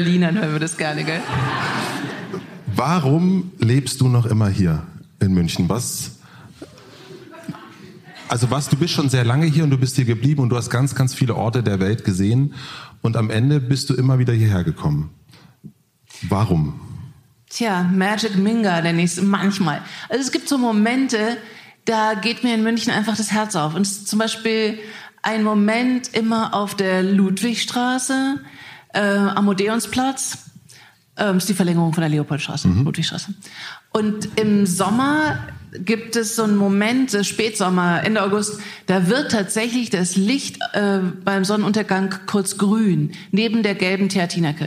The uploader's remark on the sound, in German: Wir haben uns live in München vor Publikum unterhalten.